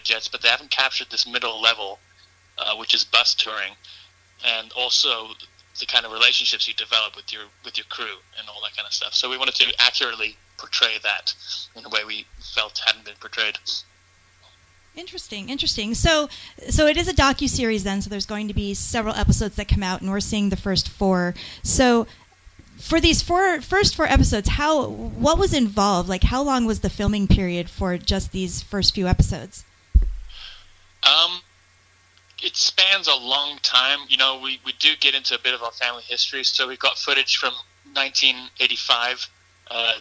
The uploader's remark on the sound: called in and chatted with me for a bit